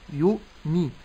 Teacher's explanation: فأسكن الهمز ولا أحركها لأنها واقعة بين متحركين، فلا أقول يؤمي.